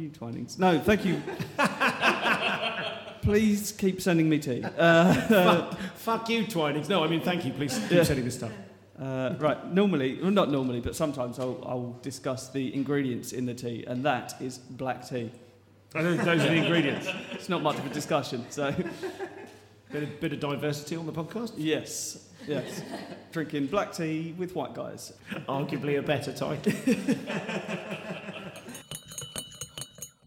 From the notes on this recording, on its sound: the first EVER live recorded episode of The Comedian's Tea Party